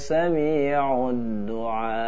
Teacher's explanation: Panjang dengan akhiri dengan makhraj hamzah